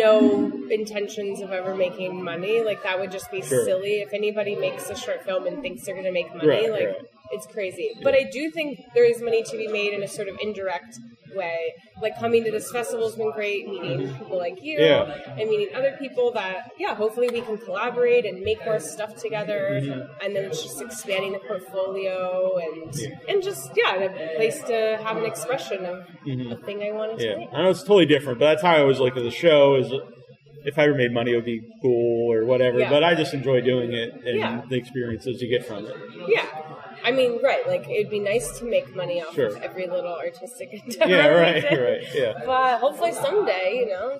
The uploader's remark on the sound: On location in Cambridge for The Boston Underground Film Festival. On location in Cambridge for The Boston Underground Film Festival. In person interview from BUFF 2019.